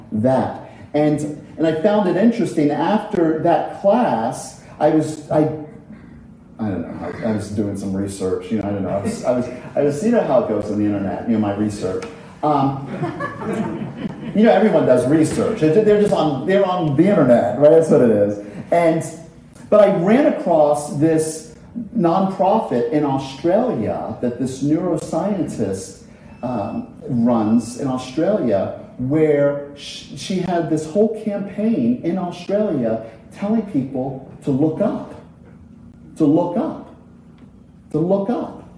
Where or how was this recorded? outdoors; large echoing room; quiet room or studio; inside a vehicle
large echoing room